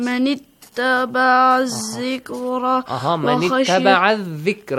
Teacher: همزة الوصل is there so that's why we skip that همزة الوصل